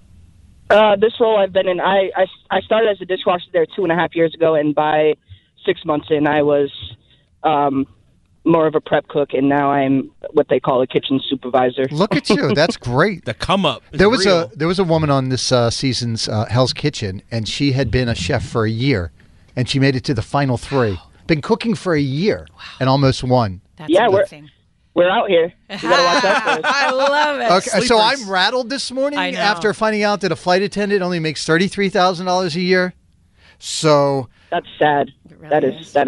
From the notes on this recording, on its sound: People called in anonymously and told us what they do for a living.